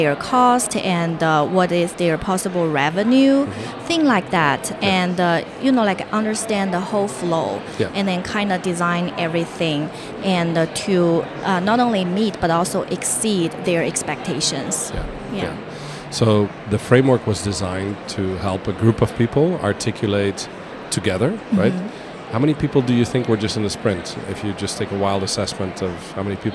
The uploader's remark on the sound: Live from buzzing and immersive IMEX 2023 in Las Vegas, USA. IMEX America is the largest trade show in the US for the global meetings, events, and incentive travel industry.